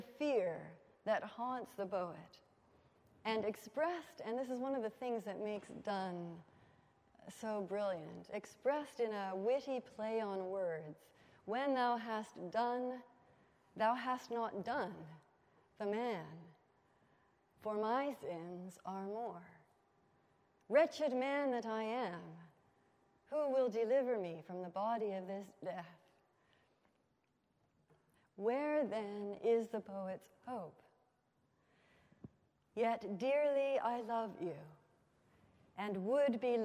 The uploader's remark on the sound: at the Wycliffe Centre for Scripture and Theology Fall 2015 Colloquium